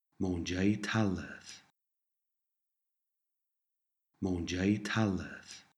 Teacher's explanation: this word starts with a d sound that hardens to a t sound after the little word a